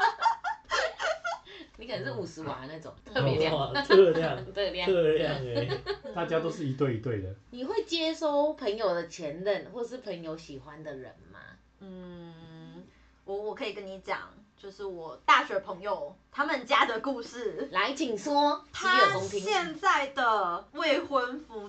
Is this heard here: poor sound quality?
yes